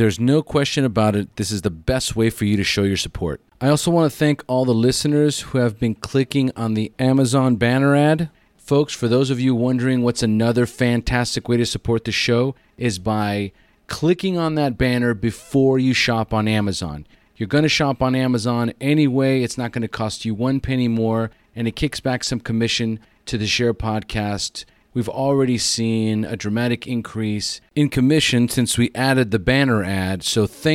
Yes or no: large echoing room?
no